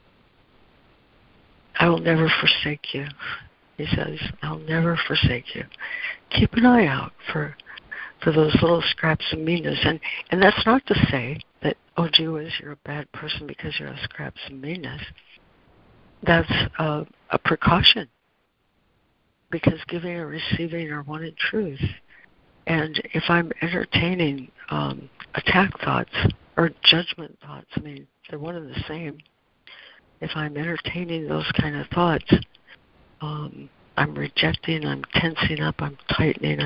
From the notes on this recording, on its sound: ACIM Daily Conference Call